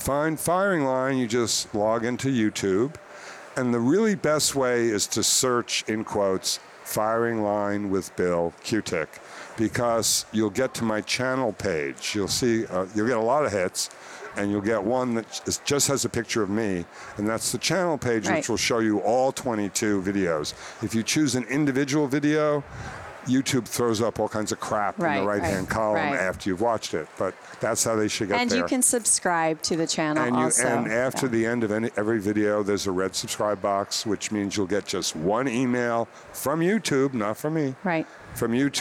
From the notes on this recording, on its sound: stopped by intrepidHR at the HR Tech conference in Chicago